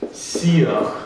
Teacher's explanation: это дифтонг с ударным первым элементом, основным, так сказать